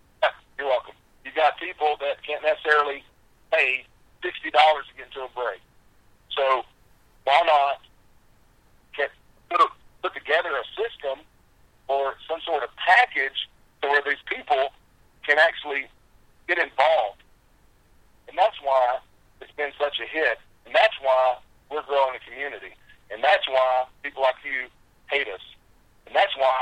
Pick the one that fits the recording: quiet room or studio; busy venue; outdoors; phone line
phone line